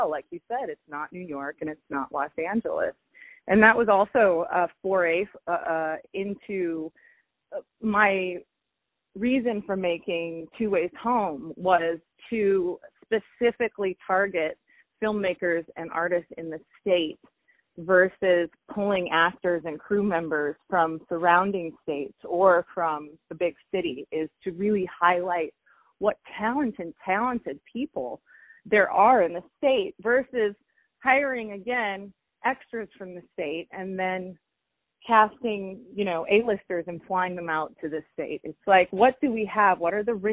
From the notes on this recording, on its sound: On the phone.